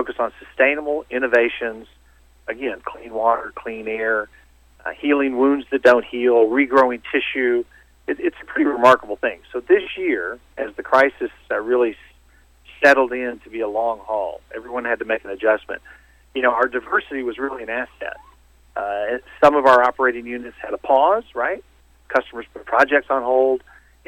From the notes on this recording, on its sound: called in to SmallCapVoice